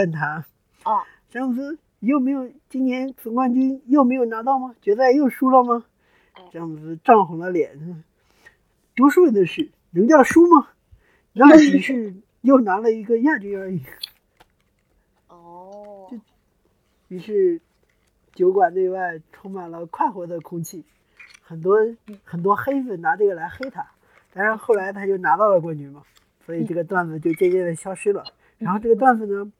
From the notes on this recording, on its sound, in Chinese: 音质稀碎警告：本期杂音较多，建议一个人的时候公放，使用耳机可能会伤害听力。